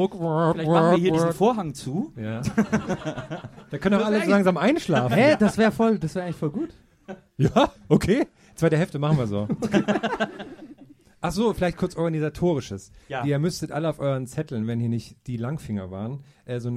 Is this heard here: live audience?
yes